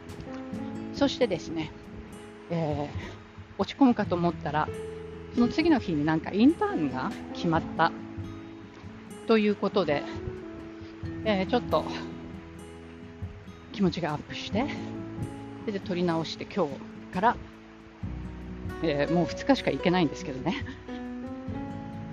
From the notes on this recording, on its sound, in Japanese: 久々にガンガンとウォーキングしながらの録音で、息が荒いです。